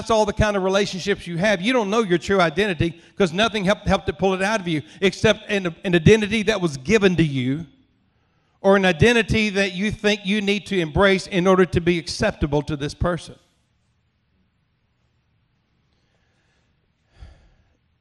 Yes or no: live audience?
yes